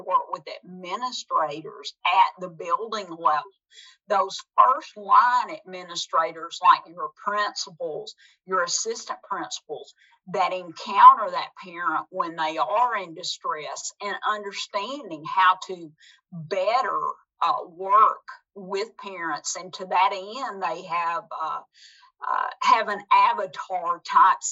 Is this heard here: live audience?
no